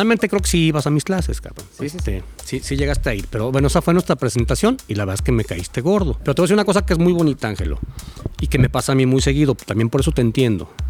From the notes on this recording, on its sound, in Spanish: Una larga plática en el jardín de su casa.